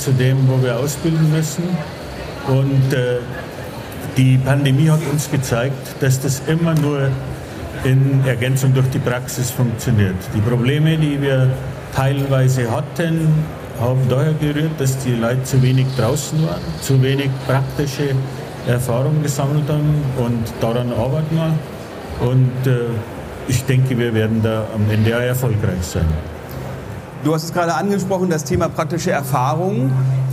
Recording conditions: busy venue